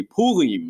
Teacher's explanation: she would say Purim, you know, in her best rolled R, kind of that French style.